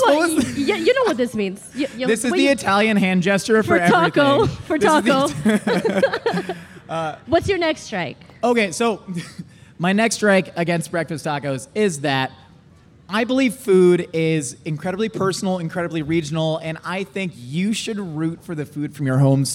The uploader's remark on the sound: LIVE FROM MYTHICON. Live at Mythicon.